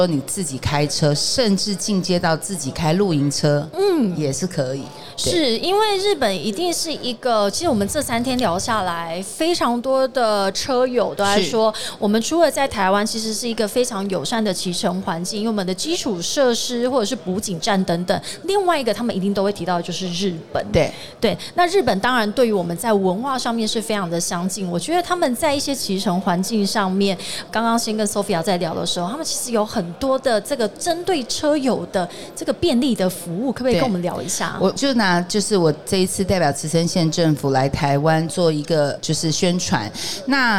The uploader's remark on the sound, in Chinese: 2022 Taipei Cycle台北國際自行車展-Live Podcast